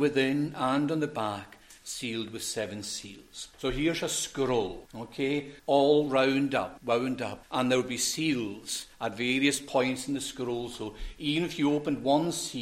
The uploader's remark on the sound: recorded at North Harris Free Church on the morning of Sunday, 17th September 2023